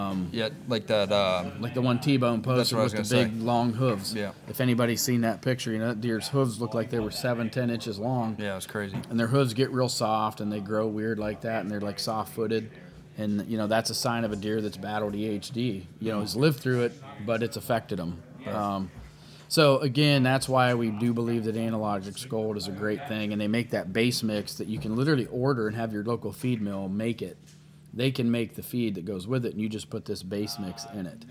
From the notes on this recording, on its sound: live at Miller's Gun and Supply in Sugarcreek, OH.